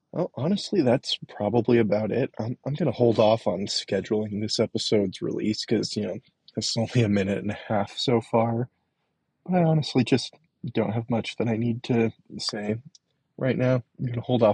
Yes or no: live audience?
no